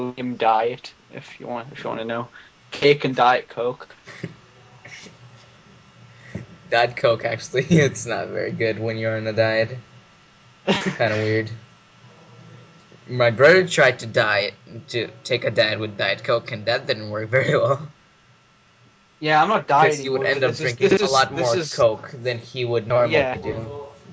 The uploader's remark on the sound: Cheers from China! There are a lot of audio problems because I was running on dorm internet and my roommate was every once in a while entering and existing the room like crazy, I'm sure you can hear him a some point at least once or twice in the recording, not very professional, I know.